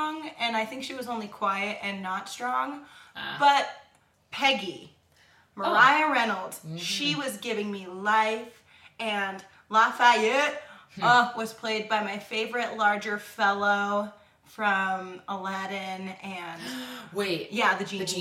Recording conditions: poor microphone